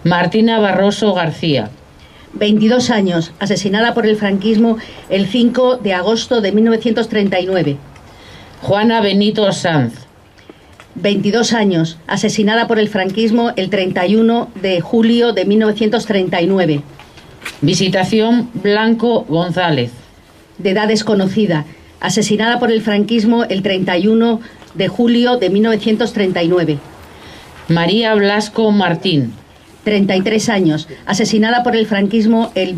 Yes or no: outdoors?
yes